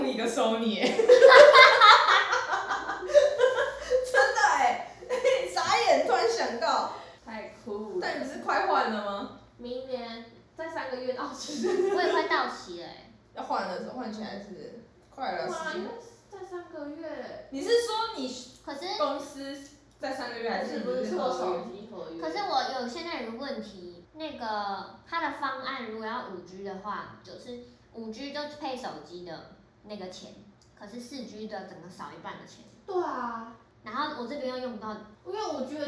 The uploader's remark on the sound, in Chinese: 笑聲猖狂請小心音量。內有大量的拆禮物聲音。採用遠距錄音。努力改善音質問題中。